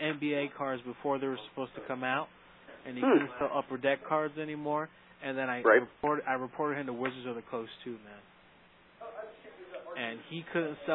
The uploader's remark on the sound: RBCP's Personal Prank Phone Calls Collection. From archive.org.